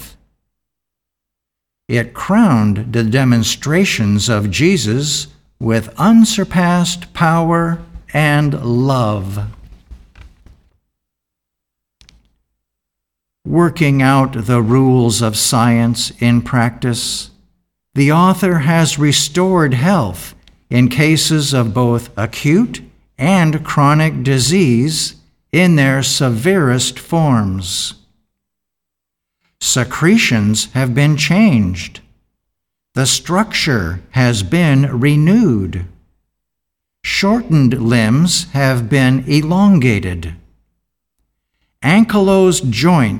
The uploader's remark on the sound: The Sunday service audio